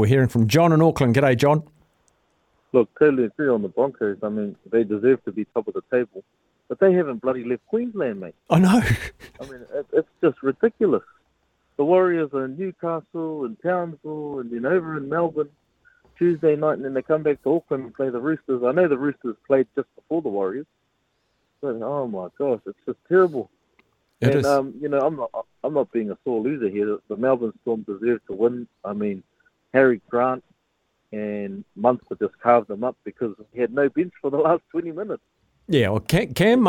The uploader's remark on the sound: hits the phone and text lines to talk to the listeners